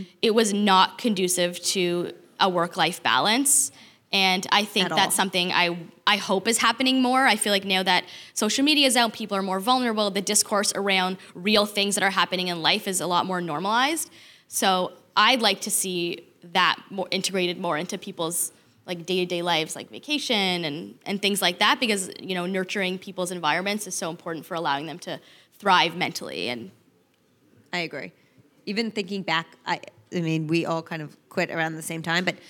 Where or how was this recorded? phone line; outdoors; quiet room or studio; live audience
live audience